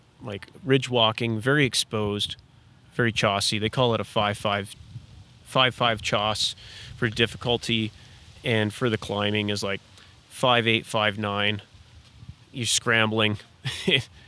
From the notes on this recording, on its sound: This episode was recorded in a public parking lot so lots of things were happening. Especially with strangers walking by who wanted to get in on the fun!